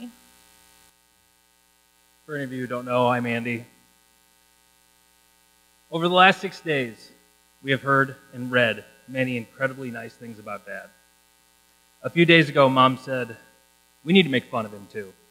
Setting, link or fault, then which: fault, hum or buzz